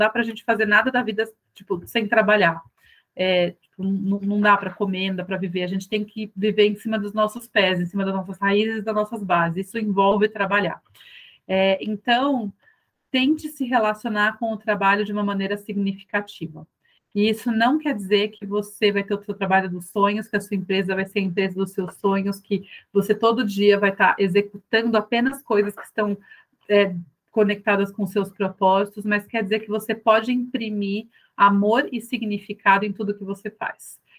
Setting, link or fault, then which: link, video call